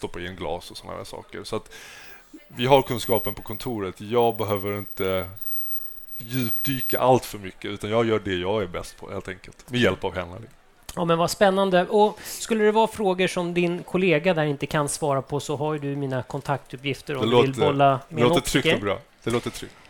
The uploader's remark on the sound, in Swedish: Varmt välkomna till ett exklusivt liveavsnitt av OptikerPodden. I månadens avsnitt sänder vi LIVE från Optikmässan 2024 på STOCKHOLM WATERFRONT CONGRESS CENTRE!